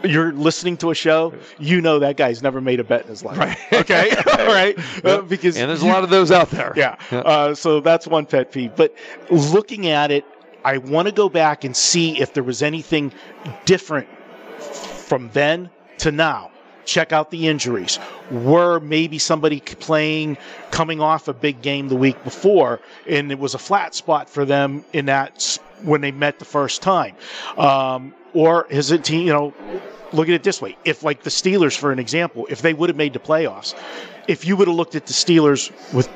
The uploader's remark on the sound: Live From The Superbook at the Westgate Las Vegas